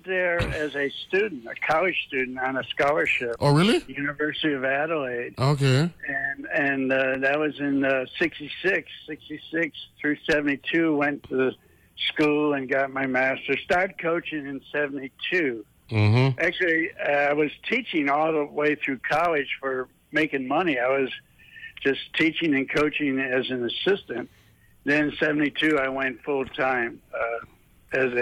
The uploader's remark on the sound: joined on the phone